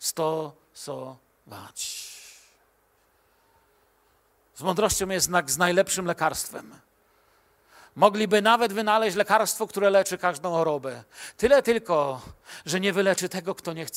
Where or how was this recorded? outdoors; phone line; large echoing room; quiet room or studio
large echoing room